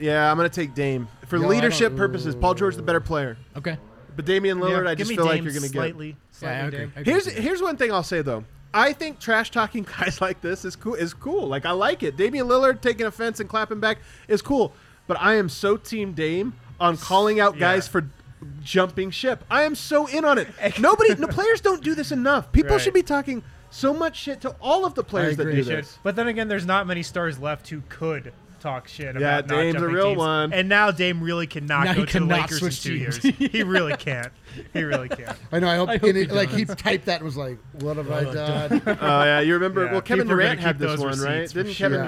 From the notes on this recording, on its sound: Live from the DNVR Bar